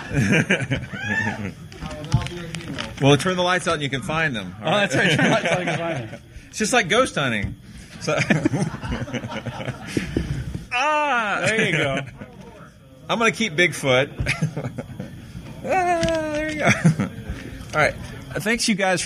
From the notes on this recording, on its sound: THIS WEEK’S EPISODE was recorded before a live studio audience at Dragon*Con’s Skeptrack 2010 (in Atlanta, Georgia). Bravely faced the horror of live questions from listeners.